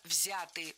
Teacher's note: Не взяты, а взяты. Ударение в этом слове сохраняется на первом слоге.